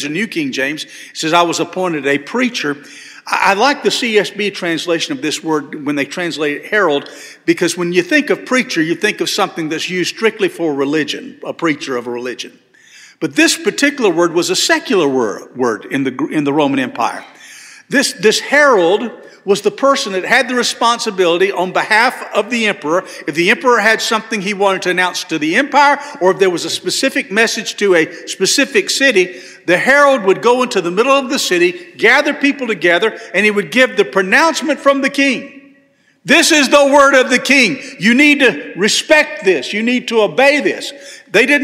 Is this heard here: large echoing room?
yes